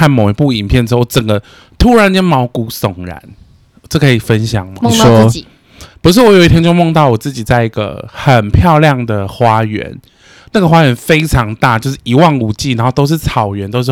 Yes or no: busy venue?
no